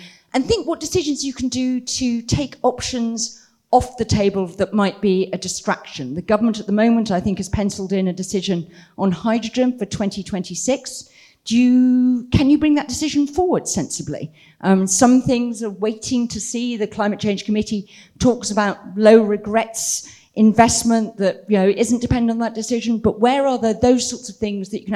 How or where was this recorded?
live audience